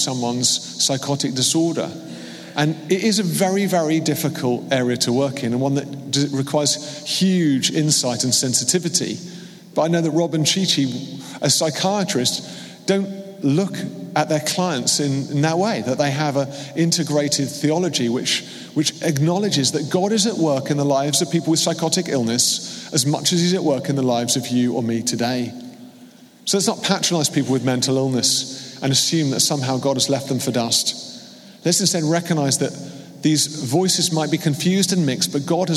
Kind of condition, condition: setting, live audience